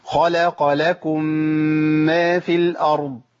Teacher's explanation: الميم المشدده بتاخد زمن حركتين